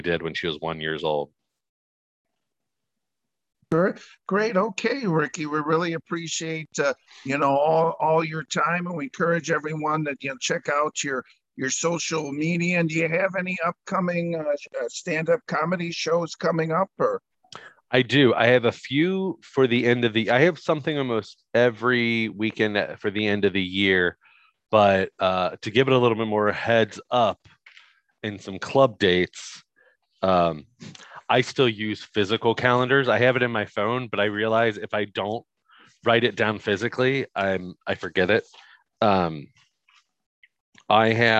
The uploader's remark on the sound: This is the original Zoom Audio.